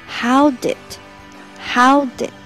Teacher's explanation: it go withJulie？你跟朱莉到底怎么样了？那么这一句话的发音难点呢，在 how d 和 it 的连读。那么大家可以在我们的笔记上非常清楚地看到，Joey 把这个 how diditgo，把它给缩写成了 howd，howd，把 did 做了缩写，变成了 howd，howd。那么我们呃在把 howd 和后面的 it 做连连读的时候呢，就可以把这个 howd 后面的 d 和 it 前面的 e 做连读，变成 howdit，howdit。那么把它放在句子里的时候呢，it 后面的小 t 又应该把它吃掉，变成 how did how did 这个小 t 吃掉还是我讲的，你要把 t 的位置给控出来，但是不要把它发出声音来，所以连起来就是，so how did it